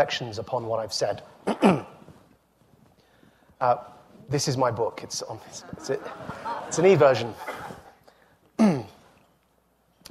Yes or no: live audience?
yes